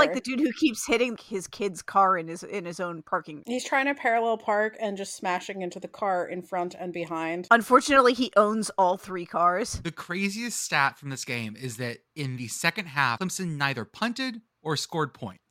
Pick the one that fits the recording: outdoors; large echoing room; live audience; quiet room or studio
quiet room or studio